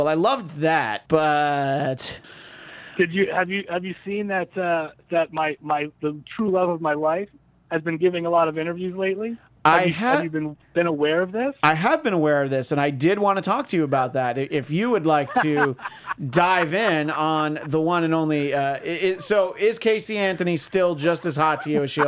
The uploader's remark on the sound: are once again joined on the phone